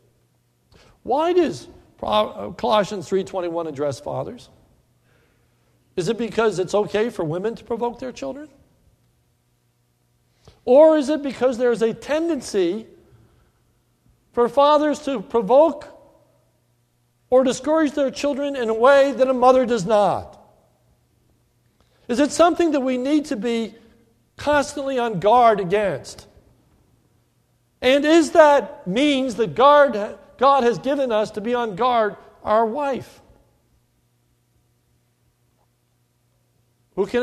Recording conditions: large echoing room